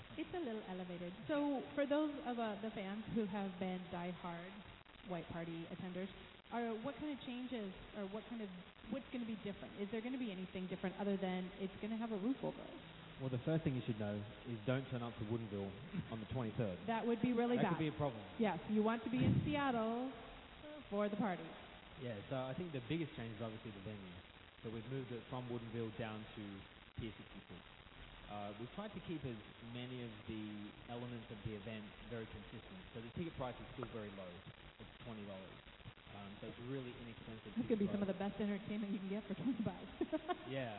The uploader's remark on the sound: broadcasts live from Matthew's Winery